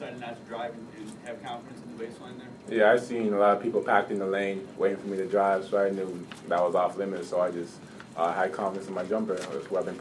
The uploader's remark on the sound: Press Conferences & Post-Game Interviews